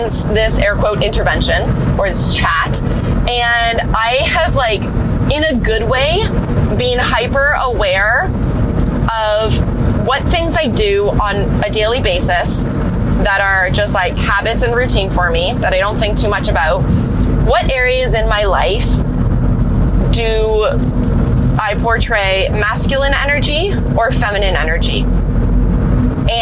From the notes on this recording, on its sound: My first 'car chat' episode